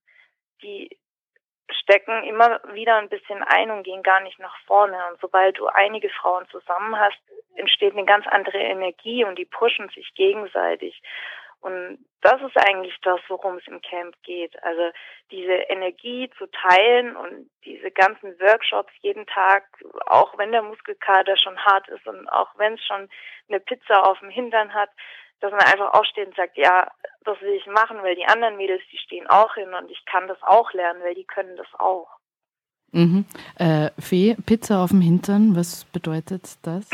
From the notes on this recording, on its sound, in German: spricht im Telefongespräch